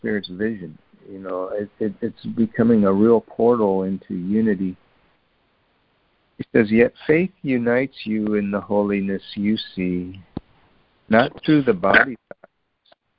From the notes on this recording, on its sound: ACIM Daily Conference Call.